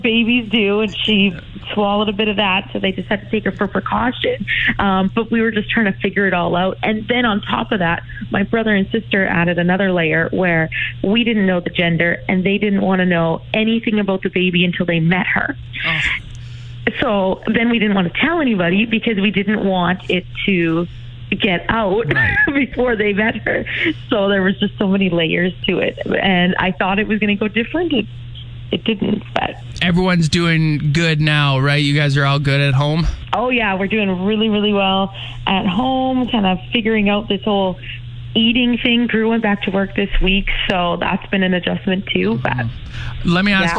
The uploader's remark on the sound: chat on the phone